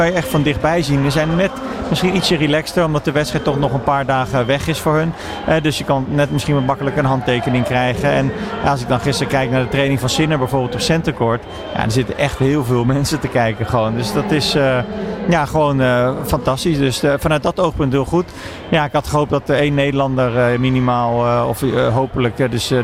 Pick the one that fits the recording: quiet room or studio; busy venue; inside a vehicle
busy venue